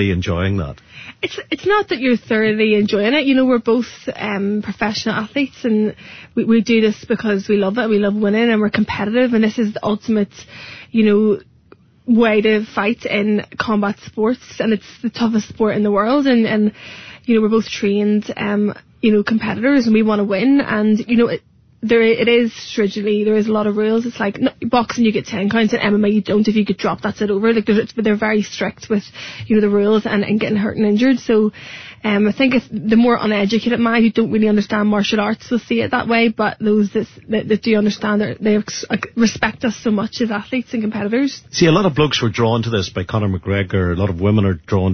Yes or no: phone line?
yes